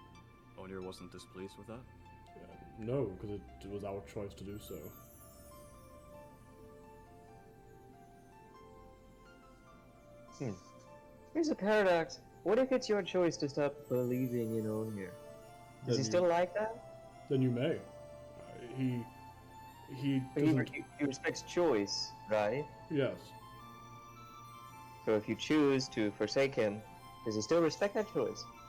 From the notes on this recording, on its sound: We're still learning when it comes to layout/editing/audio, so bear with us, it will improve over time!